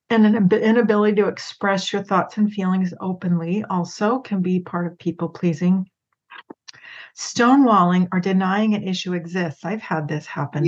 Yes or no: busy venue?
no